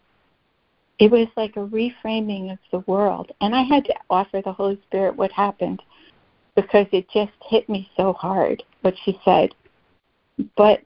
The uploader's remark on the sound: ACIM Daily Conference Call